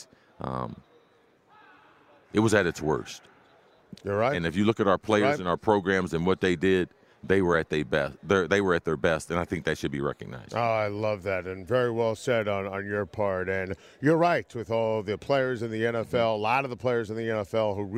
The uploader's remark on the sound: live on Radio Row from Los Angeles